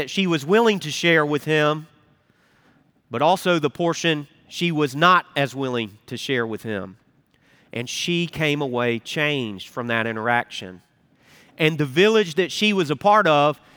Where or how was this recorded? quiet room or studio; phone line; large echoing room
large echoing room